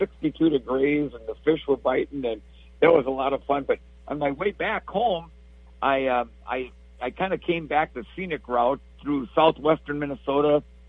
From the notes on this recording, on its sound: Please note, in these days of social distancing, we had to do this via cell phone. The quality isn't always great.